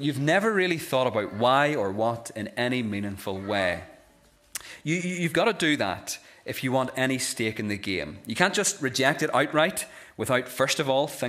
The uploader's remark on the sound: This is the recording of the epilogue given at our Christmas Candlelit Carol service